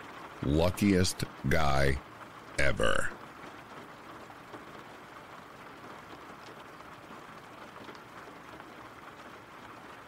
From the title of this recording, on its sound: RAIN SOUNDS